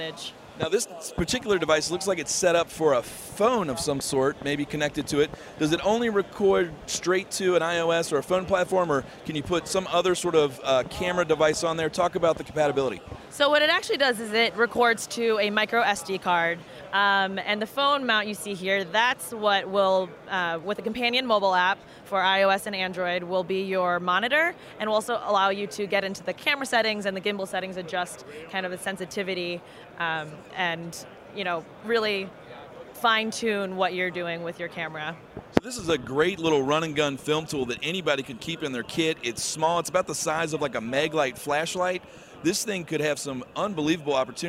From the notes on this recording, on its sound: Live from the NAB Show floor